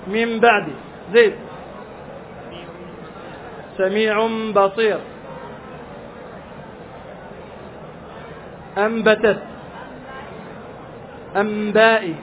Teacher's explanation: تحويل النون الساكنة ميما مخفاة إذا جاءت بعدها الباء · Term: القلب